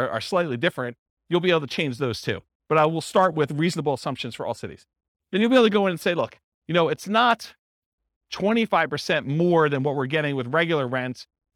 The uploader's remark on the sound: This was a live class recorded